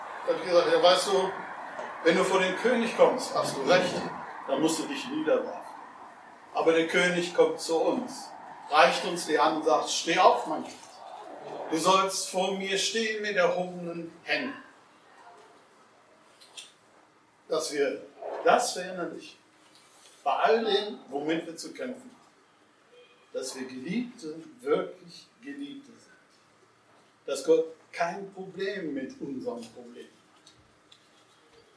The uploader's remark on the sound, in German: Kurz vor dem Ende endet leider die Aufnahme.